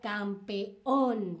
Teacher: Campeón tiene esa tilde, ese acento en la última sílaba